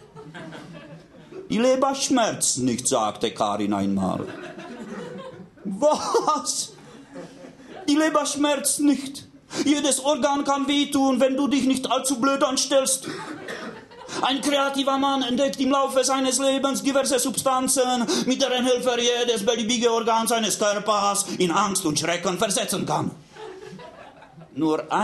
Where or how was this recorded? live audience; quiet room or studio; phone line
live audience